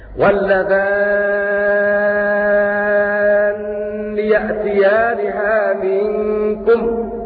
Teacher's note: ومعنى هذا أن المشار إليه بكلمة مكن وهو ابن كثير المكي قرأ بتشديد النون في هذه المواضع التي ذكرت في هذا البيت فيقرأ هكذا: واللذان يأتيانها منكم، بمد ست حركات لأنها عندئذ مد لازم